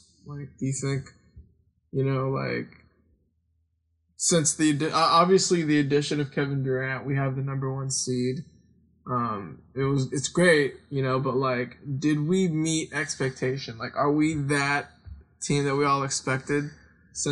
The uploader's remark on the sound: Some technical difficulties were on this episode.